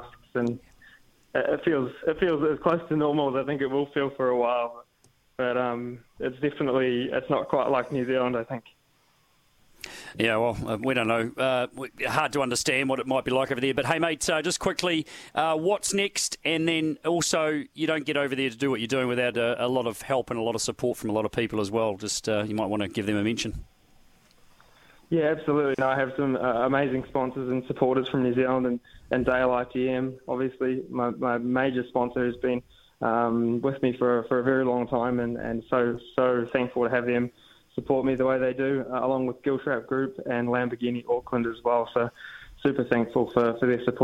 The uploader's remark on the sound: dials in from Germany